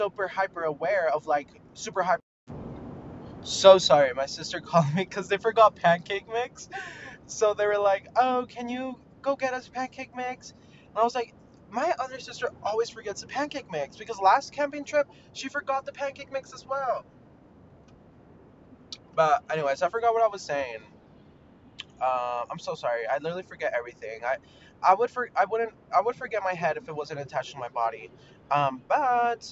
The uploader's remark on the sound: mini ROAD-TRIP podcast so so sorry abt the audio.